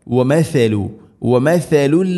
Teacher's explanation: വമസലു എന്ന കമസലി അല്ല വമസലു. സ ഉച്ചരിക്കുന്ന സമയത്ത് നാവിൻ്റെ അറ്റം നേരത്തെ പറഞ്ഞതുപോലെ ദാലിനേക്കാൾ കൂടുതൽ നമ്മുടെ മുൻപല്ലുകൾക്കിരു നിരകൾക്കിടയിലൂടെ അല്പം പുറത്തായിരിക്കണം. ദാലിനേക്കാൾ വളരെ നേരിയ തോതിൽ കുറച്ചും കൂടെ കൂടുതൽ, അതാണ് സ.